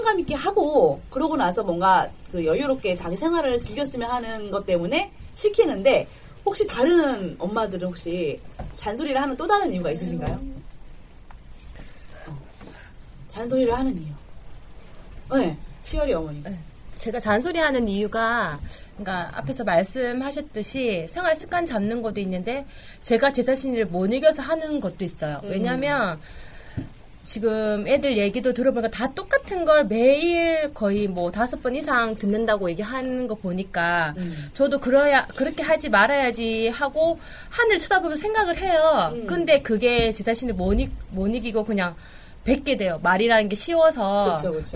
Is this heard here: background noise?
yes